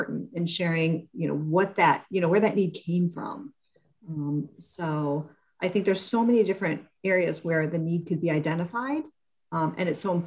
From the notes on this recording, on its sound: 2021 Series Webinar 4.